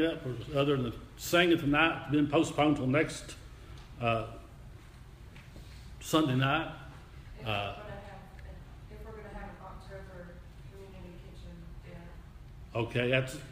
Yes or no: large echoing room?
yes